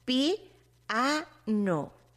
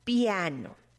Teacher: muy unida la I con la A y forman un solo sonido · Shown in: first take